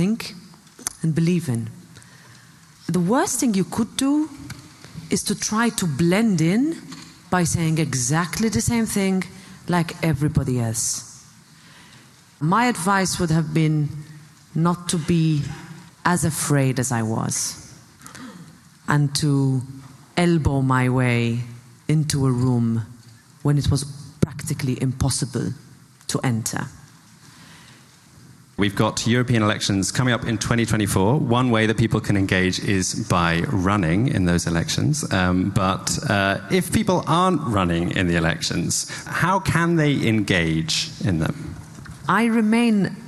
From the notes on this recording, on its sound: We took over the European Parliament (kind of) along with more than 1,000 young activists from across the continent. In a conversation recorded live on stage inside the Hemicycle.